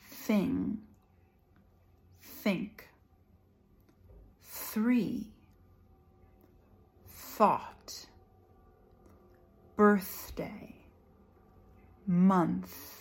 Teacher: For the unvoiced TH, you have to turn your voice off. No voice, just air coming through between your teeth and your tongue.